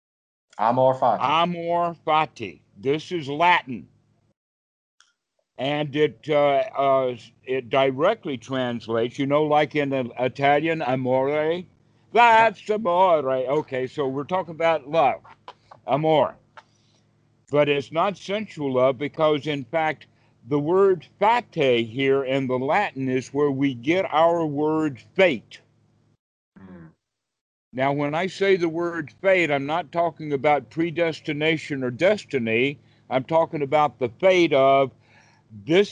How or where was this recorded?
video call